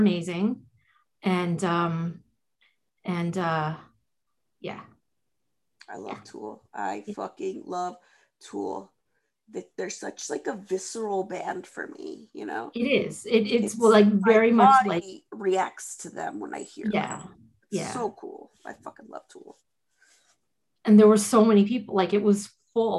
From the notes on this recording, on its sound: This episode is unedited and recorded from Zoom.